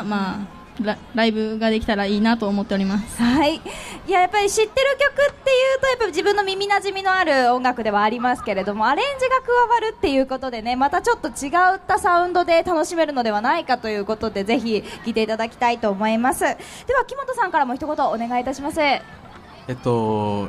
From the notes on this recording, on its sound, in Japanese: 北区民ふれあいまつり2017 ステージ。公開生収録。会場の皆様。